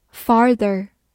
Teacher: 在美式发音当中， A R 的 R 有一个卷舌音